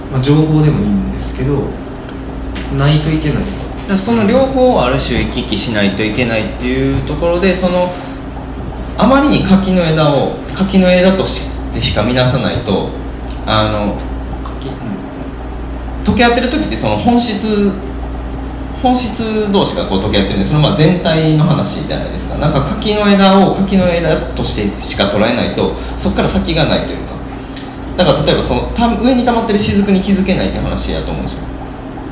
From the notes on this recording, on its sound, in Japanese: 8/4に開催した『微花』×『つち式』のトークイベント（恵文社一乗寺店）の音声。